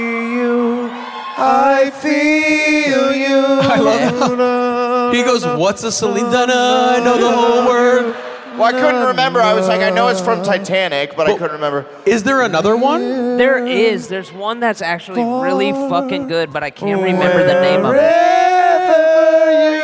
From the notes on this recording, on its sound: Live from Seattle!